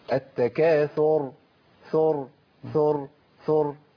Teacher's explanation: التكاثر ويطلع هواء والراء ما فيهاش هواء خالص